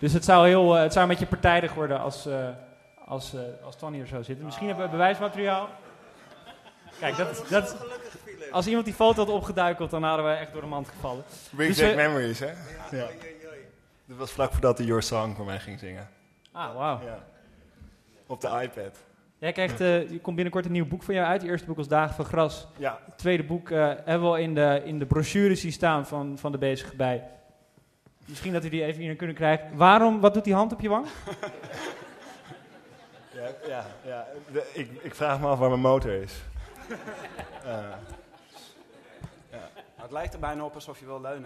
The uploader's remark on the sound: Literaturfest Live III